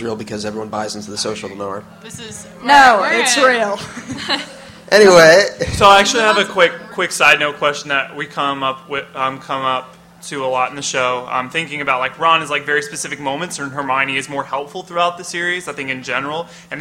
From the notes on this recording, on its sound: We are LIVE at MISTI-Con!